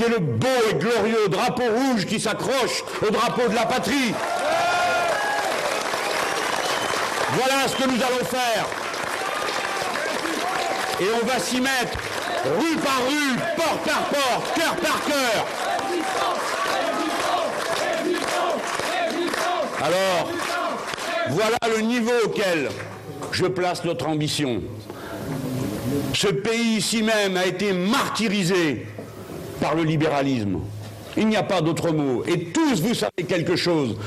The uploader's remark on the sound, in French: Conférence de presse à Hénin-Beaumont dans le Pas-de-Calais